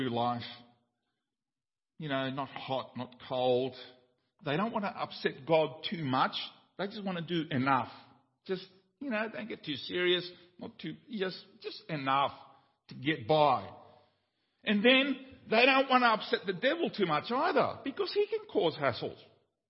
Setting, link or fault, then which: setting, large echoing room